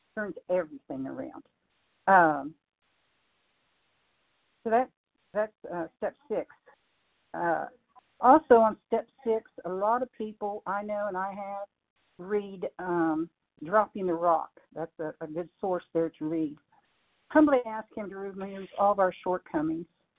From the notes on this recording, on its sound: 100 Pounders Phone Meeting, 12/23/23